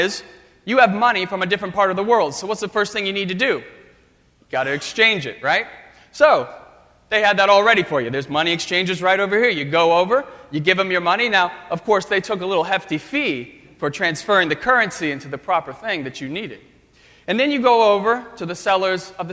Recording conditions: large echoing room